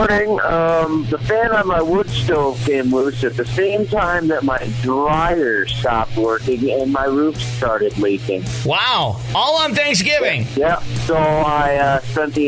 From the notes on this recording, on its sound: I opened the phone lines